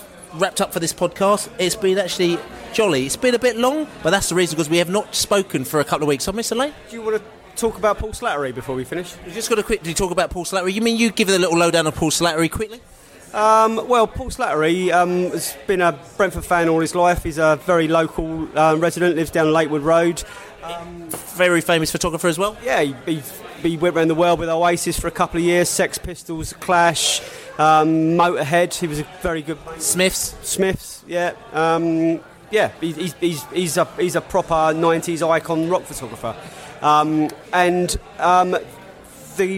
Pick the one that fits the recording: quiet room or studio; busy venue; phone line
busy venue